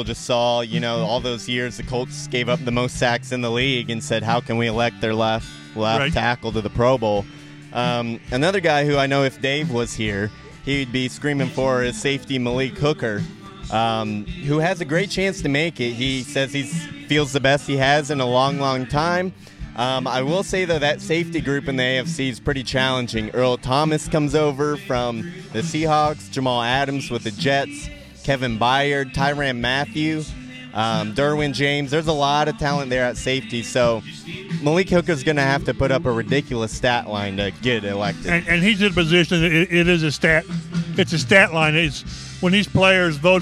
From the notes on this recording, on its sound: Record the podcast from training camp at Grand Park, where the Colts host the Browns in their first of two joint practice sessions ahead of their preseason exhibition.